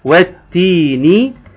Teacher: هنقول له انت اصلا ضيعت حرف اللام، لان حرف اللام اضغمت في الحرف اللي بعده اللي هو حرف التاء فاصبحت مشددة · Term: اضغام شمسي